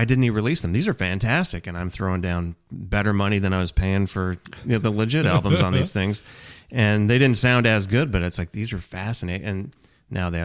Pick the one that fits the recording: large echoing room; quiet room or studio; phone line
quiet room or studio